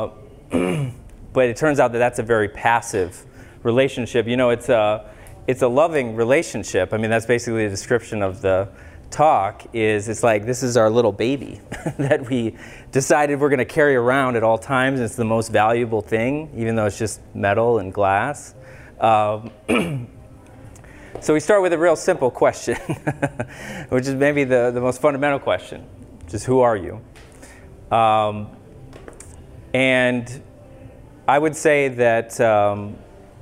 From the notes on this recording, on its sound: Public Lecture in Mankato, MN. This episode is a recording of a free public lecture.